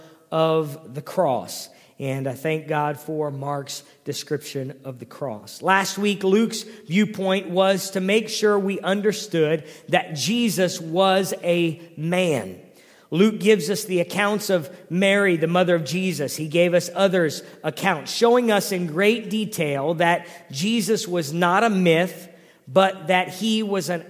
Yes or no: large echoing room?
yes